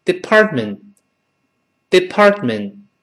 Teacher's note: 中间那个 t 和后面那个 t 都听不到了